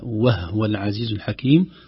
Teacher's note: وهو العزيز الحكيم بضم الهاء وتحقيقها خوفا من اشتباهها، وهو العزيز الحكيم وإن كانت قراءة لكن لغير حفص.